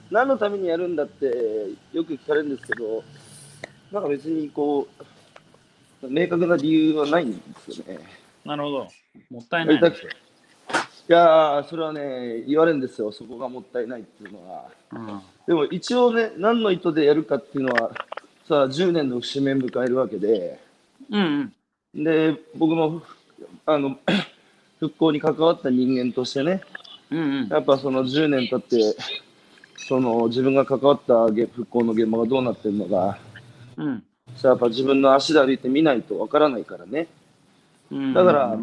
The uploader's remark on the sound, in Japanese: 歩きながら1時間、対談する